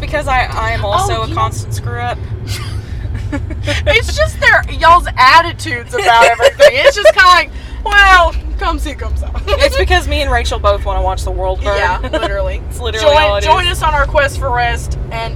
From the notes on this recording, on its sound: take the show on the road and give you a audio tour of some of our favorite places